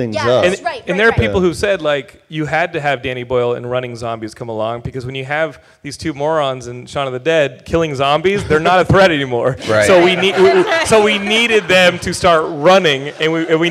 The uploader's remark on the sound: At Stan Lee's Comikaze Expo 2014! Geekscape put together a panel of horror and zombie experts.